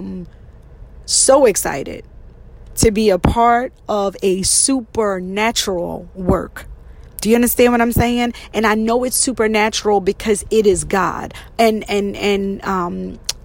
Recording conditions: inside a vehicle